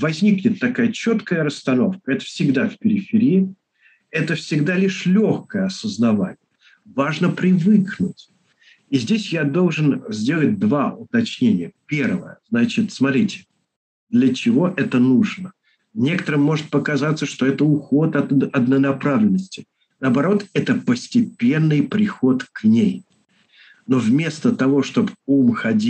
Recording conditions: video call